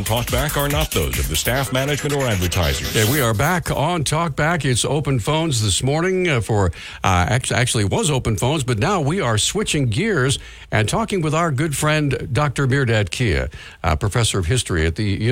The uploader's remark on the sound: We had open phones for an hour